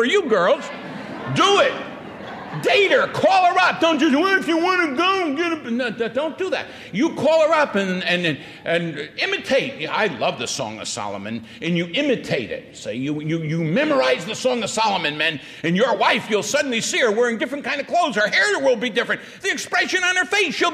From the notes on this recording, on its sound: Presented at the Winona Lake Bible Conference in 1983.